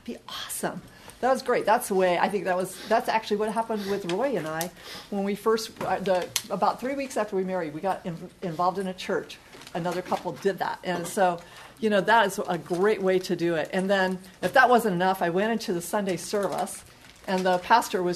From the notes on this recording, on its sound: The following audio comes from the National Disciple Making Forum by Discipleship dot org.